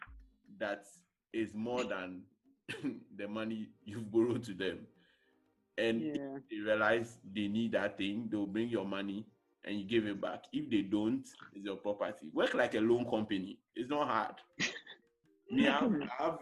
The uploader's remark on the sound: With crew still recording remotely